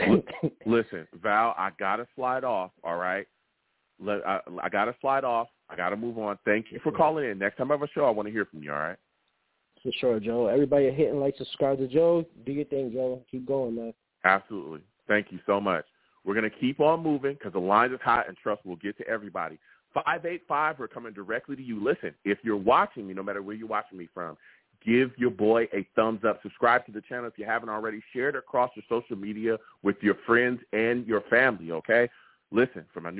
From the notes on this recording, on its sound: I take live callers!